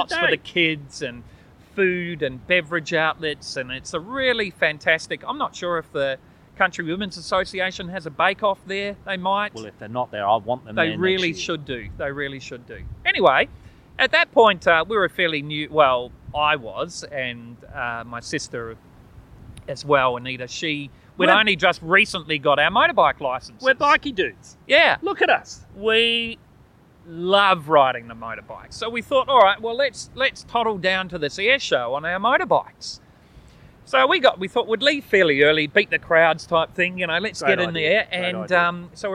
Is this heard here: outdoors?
yes